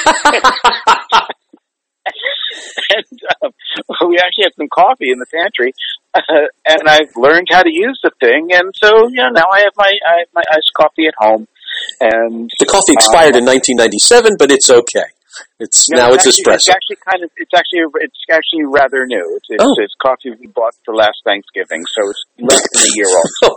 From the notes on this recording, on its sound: spent some time with me on the phone